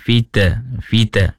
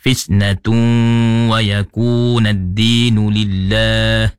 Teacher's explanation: Jadi di sini ada satu saja yang dapat saya kesan, iaitu pada kalimah fisnah yang salahnya, yang ataupun kurang tempatnya bila baca, ada bunyi fitnah, fitnah. Di sini fisnah ini bukan qalqalah. Jadi dia ada hams · Shown in: second take